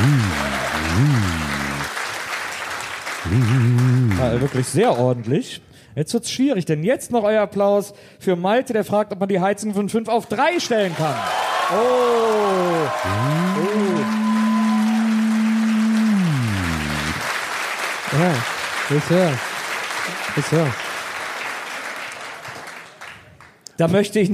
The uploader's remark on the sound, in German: Ein wundervolles Live-Publikum im sommerlichen Leipzig. Im Kupersaal in Leipzig.